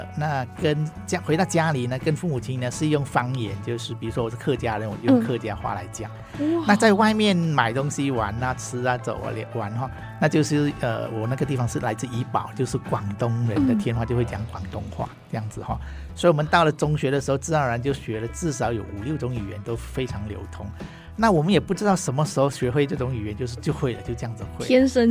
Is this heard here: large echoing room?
no